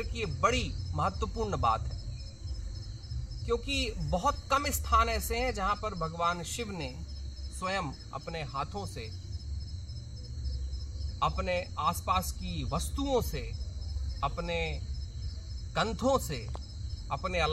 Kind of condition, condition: setting, outdoors